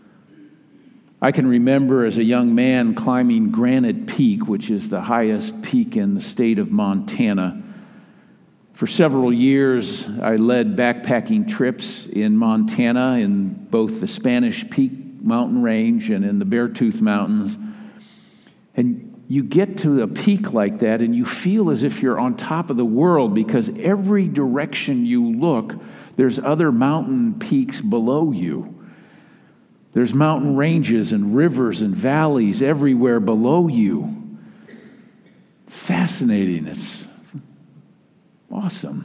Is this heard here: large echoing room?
yes